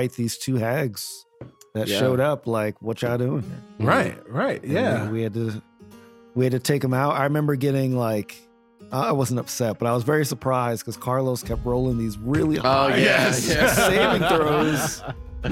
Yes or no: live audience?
no